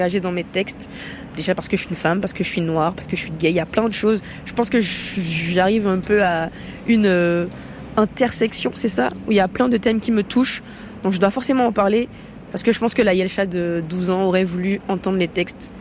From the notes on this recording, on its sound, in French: Le micro-trottoir en Normandie ce lundi pour ZoomZoomZen.